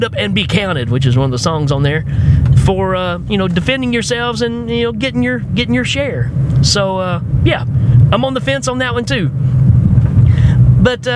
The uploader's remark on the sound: Podcast In My Car